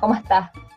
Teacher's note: Como que cortan la S